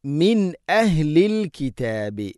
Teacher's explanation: സാകിന നൂന് ശേഷം ഹംസ വന്നാൽ ഇദ്ഹാർ വെളിവാക്കി ഉച്ചരിക്കണം. നൂനിനെയും ഹംസയൊക്കെ കൃത്യമായിട്ട് ഉച്ചരിക്കണം.